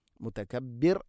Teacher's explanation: റാഇനെ തർഖീഖ് ചെയ്യണം, നേർപ്പിച്ചുകൊണ്ട് ഉച്ചരിക്കണം.